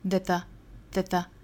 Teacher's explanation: that the 两个虚词做弱读，读的短快